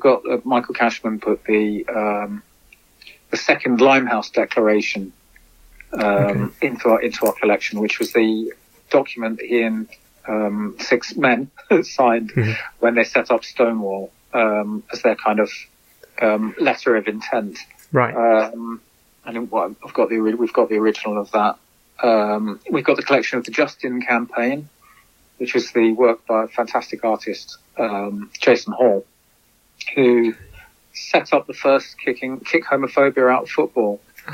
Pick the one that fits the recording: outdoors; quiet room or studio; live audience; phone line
phone line